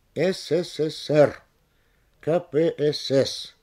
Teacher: Когда эти понятия даны в аббревиатурах, то есть в сокращениях, ударение должно быть сохранено на последнем слоге.